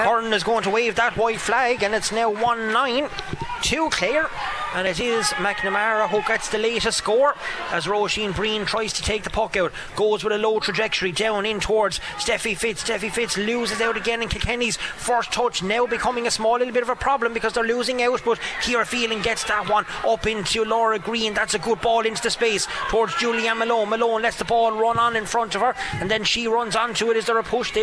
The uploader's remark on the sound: The Very Ireland Camogie League continues on KCLR this Saturday as we bring you full live commentary of Kilkenny versus Clare.